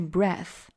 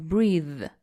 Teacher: 它们发声位置是一样的，只是说声带要不要振动 · Term: 清浊